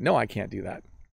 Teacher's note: When I say can't, there's just a slight T sound at the end